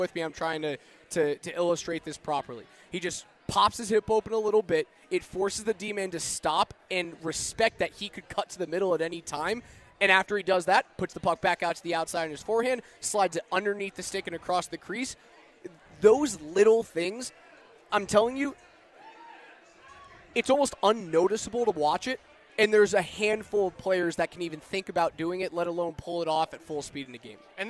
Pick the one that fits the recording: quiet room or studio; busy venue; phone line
busy venue